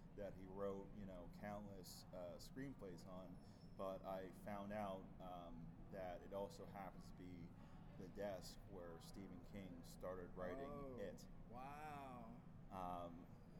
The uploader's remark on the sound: Live From Grossfest